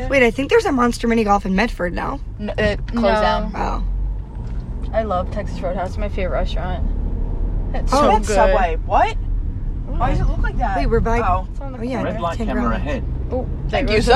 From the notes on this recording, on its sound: Again we apologize for any of the noises from being in the car but then again we are balin on a budget and we in fact used our phones to record this episode.